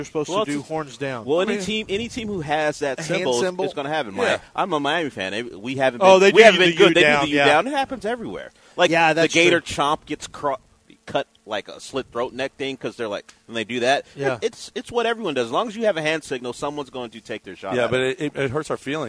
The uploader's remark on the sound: LIVE from the Golden Nugget Casino in Lake Charles